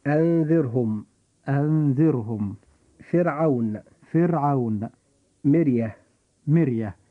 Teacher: فيجب أن نرقق الراء عند نطقنا لكلمة فرعون فنقول فرعون. · Term: الترقيق في حرف الراء